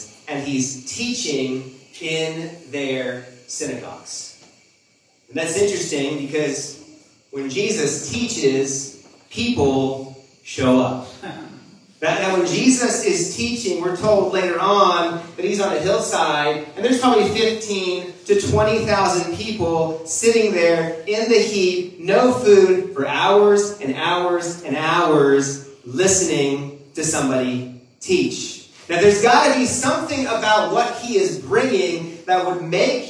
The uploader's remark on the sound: Our apologies that the audio isn't a clear as usual.